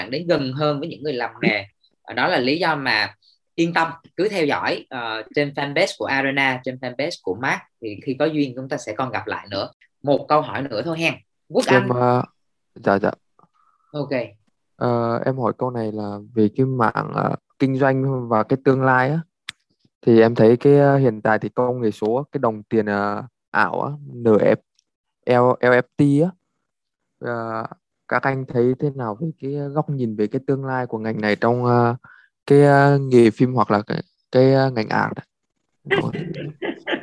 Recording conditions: video call